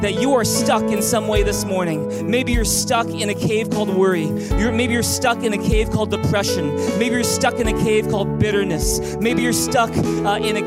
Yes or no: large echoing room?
yes